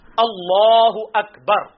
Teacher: اس میں کاف جو ہے نا یہ وہ عام کاف ہے، یہ کینچی والی کاف نہیں بلکہ کش والی ہے. اس کو باریک پڑھنا ہے جو عموماً ہم پڑھتے ہیں.